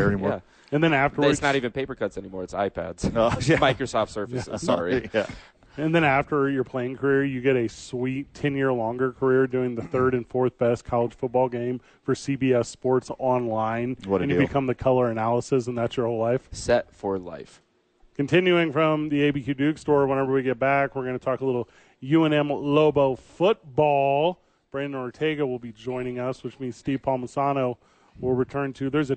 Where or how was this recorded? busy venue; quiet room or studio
busy venue